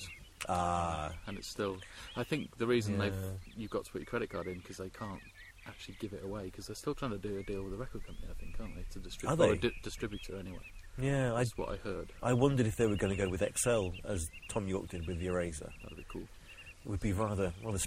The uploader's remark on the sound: We recorded this one outside!